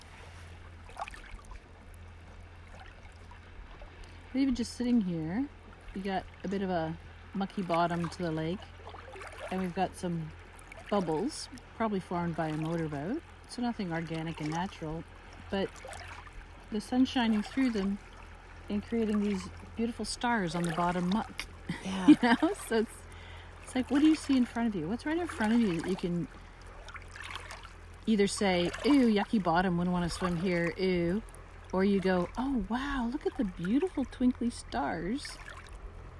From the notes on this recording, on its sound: Listening to the song of Lake Bernard at the water's edge while sitting on a big flat rock that disappears under the water, also known as the Canadian Shield. Enjoy the sounds of Lake Bernard, the largest fresh water lake in the world without an island!